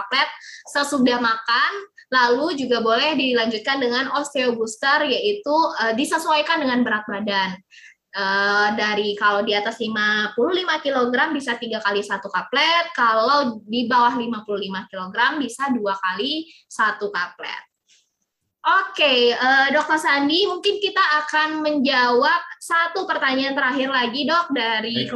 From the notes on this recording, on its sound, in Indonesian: Podcast ini adalah hasil rekaman dari Webinar "Diet Sembarangan Bisa Berbahaya" pada sesi Q&A.